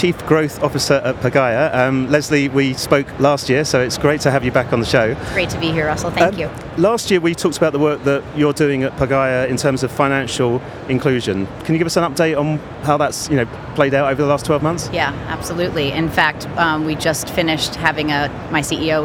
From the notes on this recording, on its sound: The fourth and final episode recorded at Money20/20 USA. The event took place at The Venetian, Las Vegas. We recorded a series of interviews from the Instnt's booth with a number of the speakers and attendees at the event.